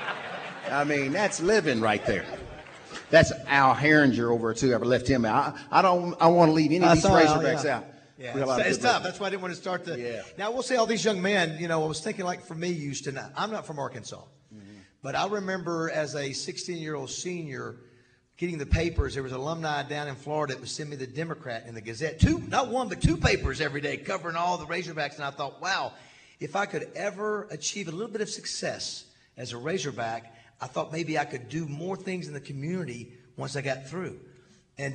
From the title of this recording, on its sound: from the Little Rock TD Club